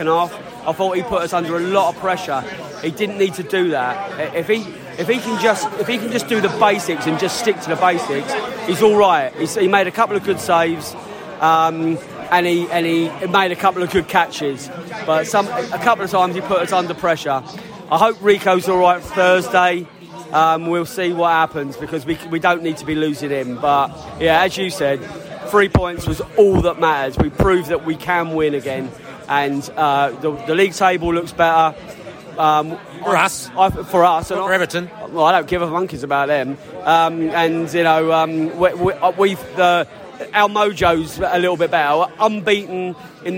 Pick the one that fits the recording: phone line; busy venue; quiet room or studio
busy venue